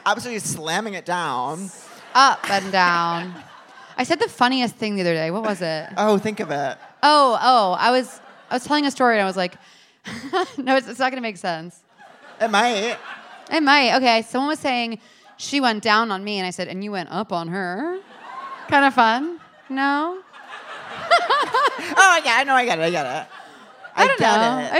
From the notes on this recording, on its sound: Seek Treatment Live: The Bell House. Live from The Bell House in Brooklyn.